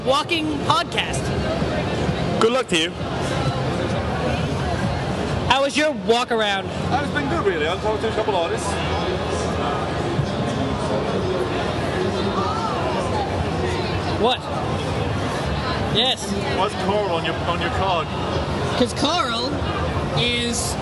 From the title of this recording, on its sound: Geek Media Live Connecticon 2012